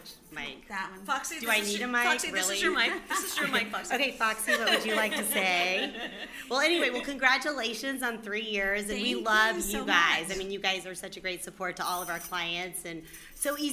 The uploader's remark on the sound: We had local small business owners, former guests from the show, members of the press and our friends who came out to celebrate. Our live recording from the event that was sponsored by Swoozies.